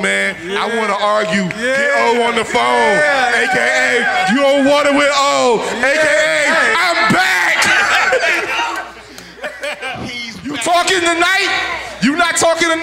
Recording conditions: busy venue